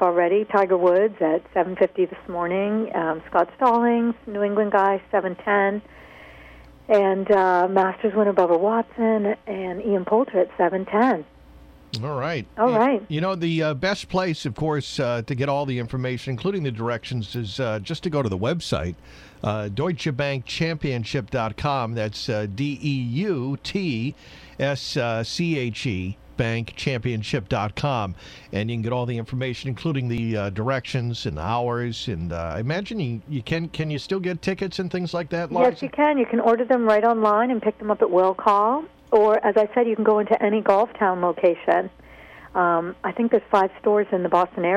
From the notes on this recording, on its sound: Broadcast ~ Goldie Bounce Golf on 95.9 WATD’s SSMN. Calls in from the site of the 2012 Deutsche Bank Championship the 10th annual at the TPC Boston.